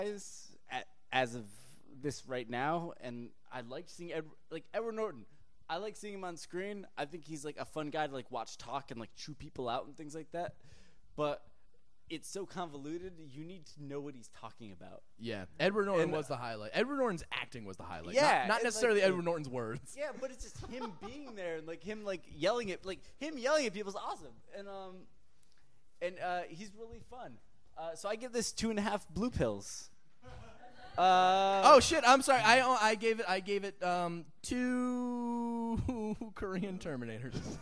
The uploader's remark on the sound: Our first ever LIVE podcast. The crowd at The Creek and the Cave in Long Island City. Recorded live at The Creek and the Cave.